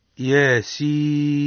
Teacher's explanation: ومقدار مدها ثلاث ألفات يعني مدا طويلا